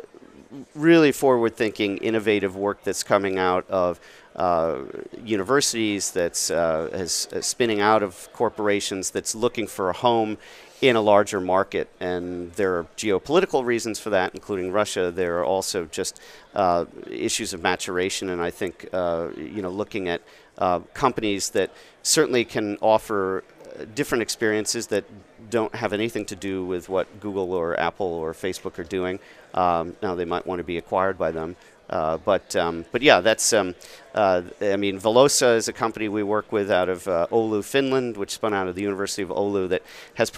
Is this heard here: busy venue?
yes